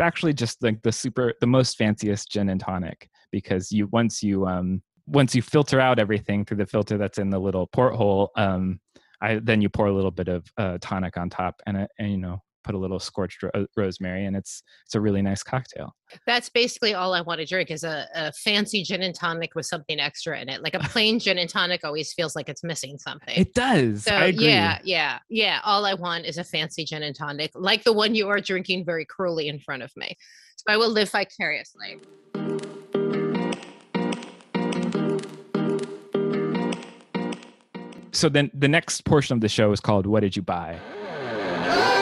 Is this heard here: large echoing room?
no